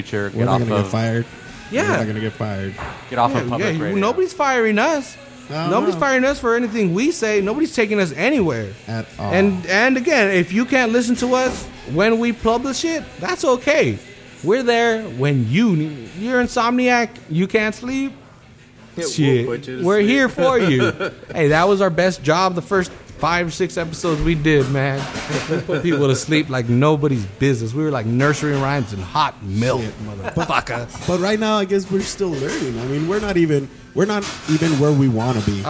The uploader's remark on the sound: In this episode we migrate a couple blocks down from our home at the XL Public House to the Cherry Beans open mic event for First Fridays.